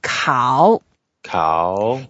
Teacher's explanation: it's the third tone. So we go down first and then go up.